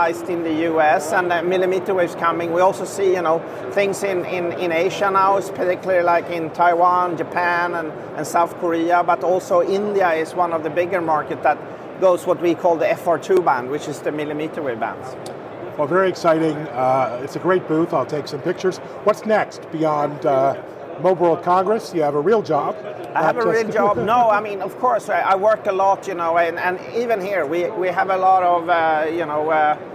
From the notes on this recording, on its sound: live from the energetic floor of Mobile World Congress